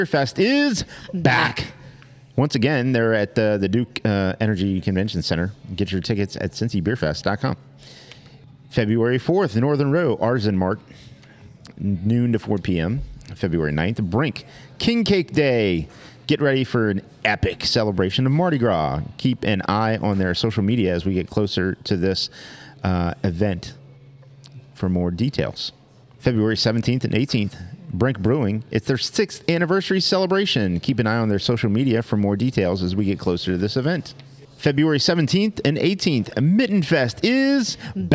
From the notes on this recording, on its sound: Episode recorded on 12/26/2023 at our amazing podcast host, Higher Gravity Summit Park!